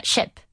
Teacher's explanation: es como una mezcla entre una E y una I, muy corto y súper corto